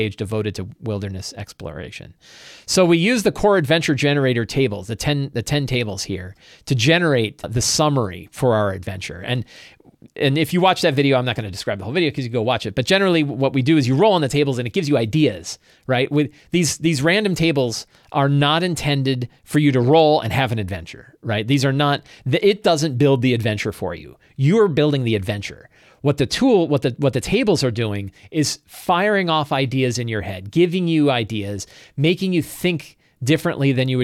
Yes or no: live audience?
no